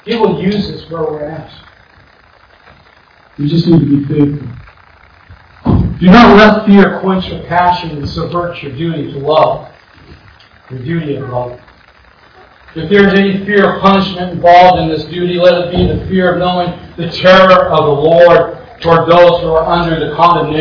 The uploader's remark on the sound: Once again, I apologize for the bad audio quality.